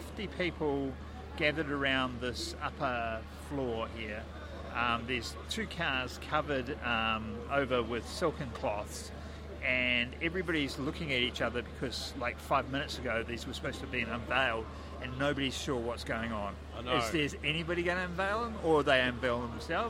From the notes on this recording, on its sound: We were at Fieldays for another year. We decided to record our normal podcast while there.